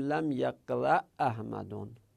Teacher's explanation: لم یقرأ احمدون، الان اینجا همزه اول ساکنه، لم یقرأ این ساکنه همزه، احمد همزه متحرکه، دوتا همزه در هم ادغام میشن، میگیم لم یقرأ احمدون.